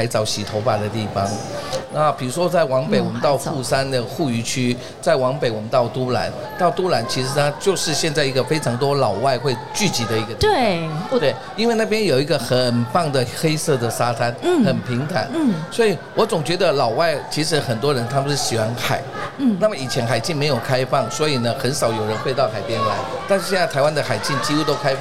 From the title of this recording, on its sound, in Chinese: 2022 Taipei Cycle台北國際自行車展-Live Podcast